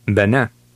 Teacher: Both E's were short, But the second one, with the grav mark, was pronounced a little more emphatically.